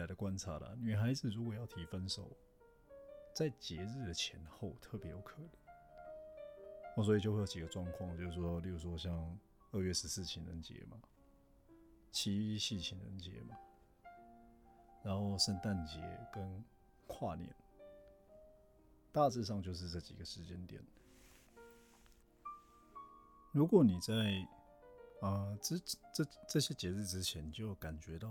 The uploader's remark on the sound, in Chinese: 前面一段因為我離麥克風好像有點遠所以聲音有點小